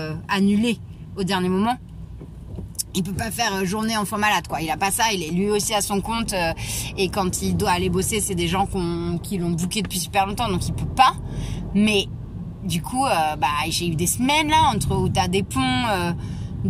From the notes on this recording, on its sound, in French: Episode en direct de ma voiture, pour vous partager la joie d'une grande nouvelle. Le tout avec des bruits de clignotants et le stress du périph !